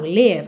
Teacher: Então, live é curtinho, é mais vertical.